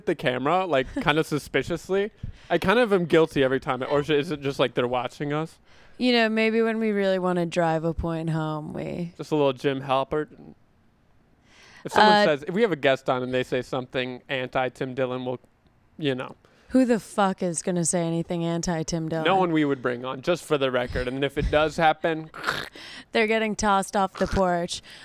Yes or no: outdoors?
yes